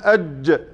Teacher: ارتفع اللسان لكن ليس الأقصى، الوسط فقط. يبقى العبرة عندي في الاستفال في الاستعلاء عفوا بارتفاع أقصى اللسان، ارتفع أقصى اللسان فهذا استعلاء، لم يرتفع فهذا استفال.